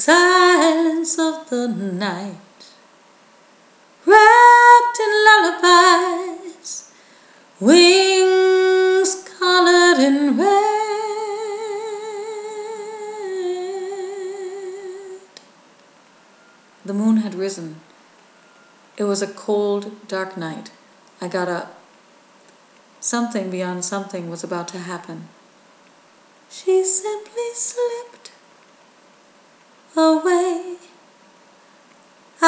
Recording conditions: sounds in the background